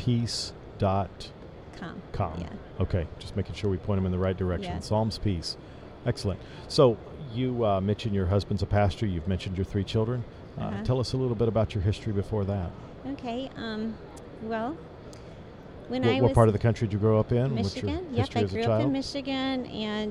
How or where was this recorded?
busy venue